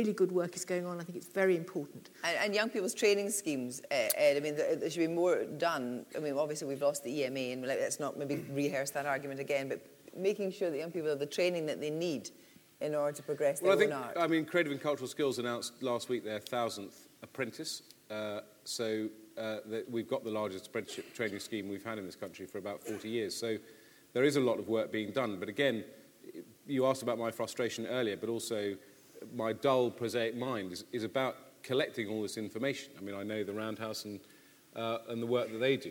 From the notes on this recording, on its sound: State of the Arts 2012 conference. This podcast features highlights from the day long conference. It took place at The Lowry in Salford.